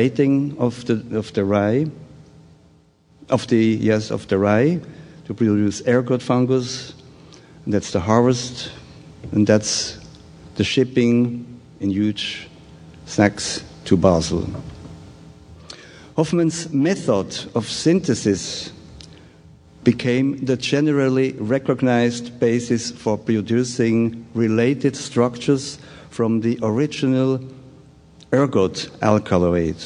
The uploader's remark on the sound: Taken from the 2013 Psychedelic Science conference